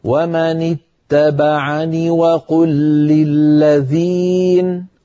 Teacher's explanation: ونحن وقفنا على نون ساكنة، لو وصلنا نصل بنون مكسورة ليس بعدها ياء